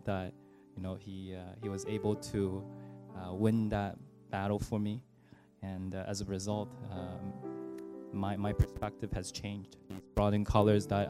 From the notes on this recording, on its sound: Recorded on April 1, 2018 at THRIVE Church Vancouver, Canada